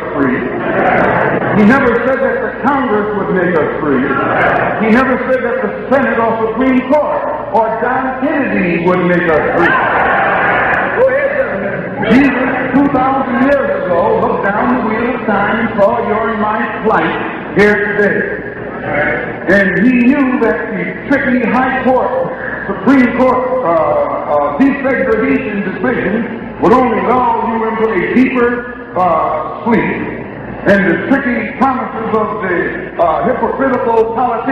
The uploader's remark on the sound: Abyssinian Baptist Church June 12 1963